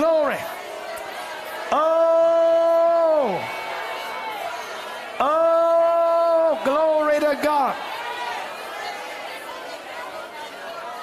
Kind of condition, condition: setting, large echoing room